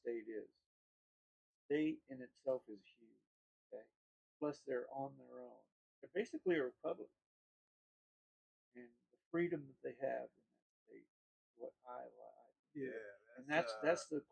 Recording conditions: poor sound quality